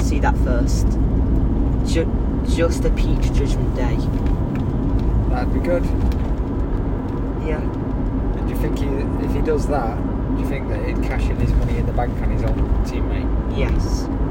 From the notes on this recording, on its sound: Recorded in the car, the sound may not be the best.